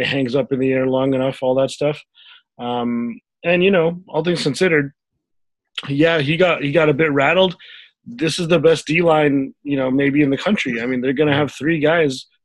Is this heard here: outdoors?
no